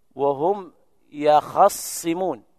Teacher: بفتح الخاء وتشديد الصاد